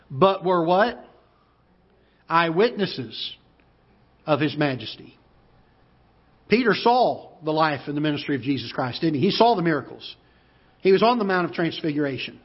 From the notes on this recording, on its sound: Ketha Heights Baptist Church ~ Live Broadcast.